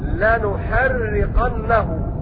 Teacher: بضم النون وتشديد الراء مكسورة